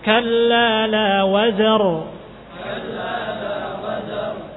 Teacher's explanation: Wawu sama zainya tipis, ro-nya tebal. Jadi jangan yang terpengaruh salah satunya dengan yang lain.